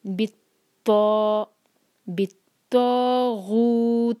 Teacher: تو بھاری پڑھنا ہے اور دو حرکہ کھینچنا ہے